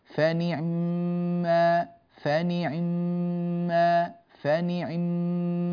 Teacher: عين خفيفة مخطوفة وليست ساكنة مكسورة، لكن كسر سريع جدا · Term: الاختلاس